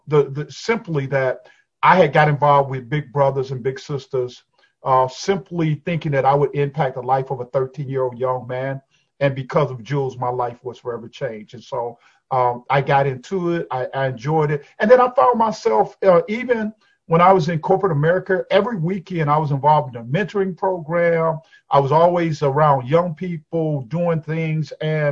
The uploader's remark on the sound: over Zoom